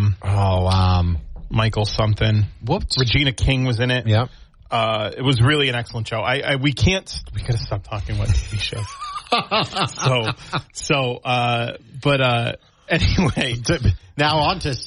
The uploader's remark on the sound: take calls and app chats from the audience